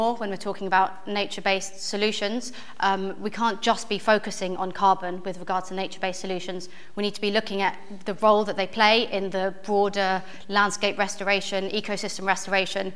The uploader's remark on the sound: On this live podcast recording of Talking Cop.